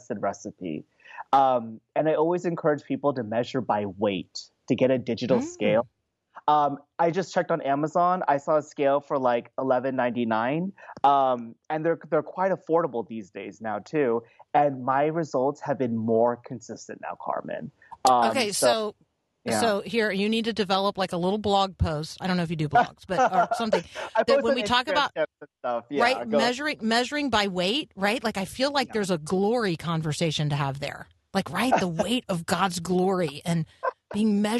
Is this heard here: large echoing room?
no